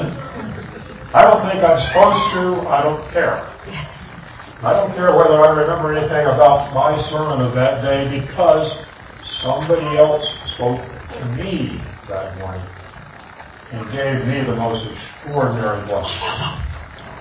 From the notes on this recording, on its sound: This audio recording is noisy.